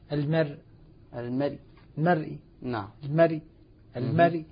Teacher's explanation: الراء الساكنة عند الوقف عليها بالروم ترقق تبعا للراء المكسورة المرققة